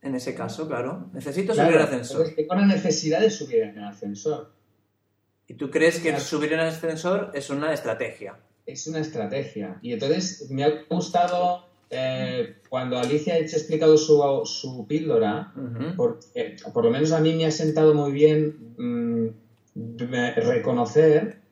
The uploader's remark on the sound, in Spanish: Audio de baja calidad